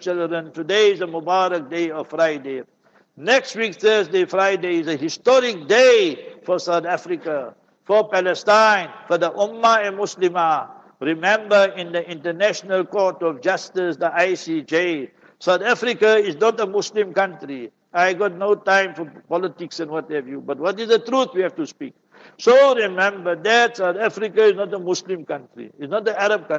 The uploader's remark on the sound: Jumah Lecture at Verulam Masjid